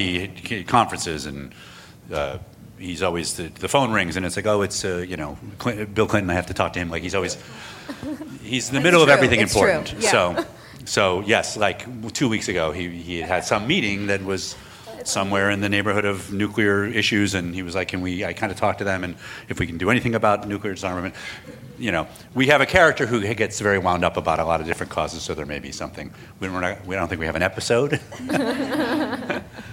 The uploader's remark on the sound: Recorded at ATX Television Festival.